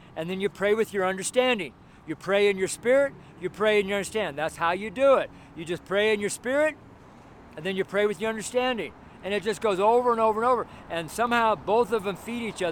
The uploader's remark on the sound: preached on the street in Broomfield, Colorado